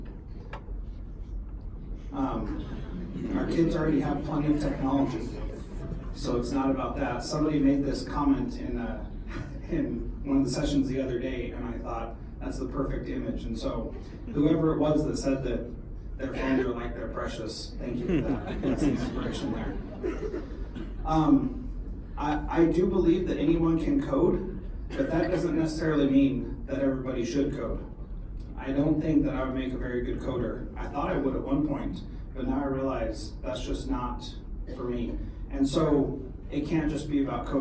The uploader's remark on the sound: This is a keynote that I presented for the Alaska Society for Technology in Education Conference in February.